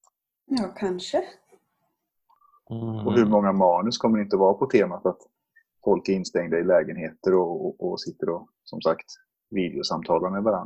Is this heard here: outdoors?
no